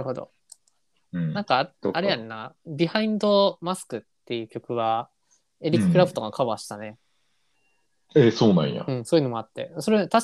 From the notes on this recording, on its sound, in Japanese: 回線トラブルに悩まされながらの収録は続く。